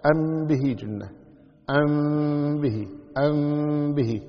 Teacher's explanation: ميم ساكنة جاء بعد حرف الباء تخفي الميم، تخفي مثل ما قلنا قبل قليل يعني يبقى أثرها. · Term: الإخفاء الشفوي